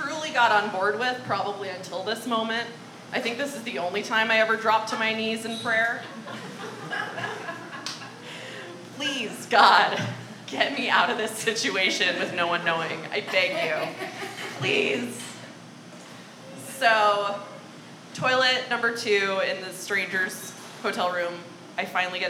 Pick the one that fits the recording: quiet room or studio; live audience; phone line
live audience